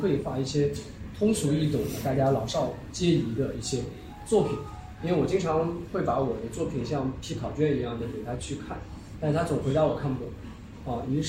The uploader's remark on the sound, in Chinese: 这期现场录音技术简陋，音质堪忧